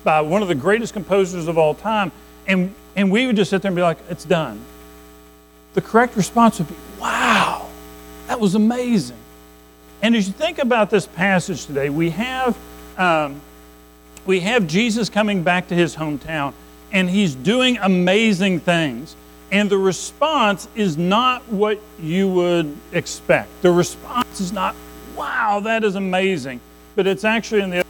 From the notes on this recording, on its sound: Recorded at Madison Baptist Church in Madison WV on May 21, 2023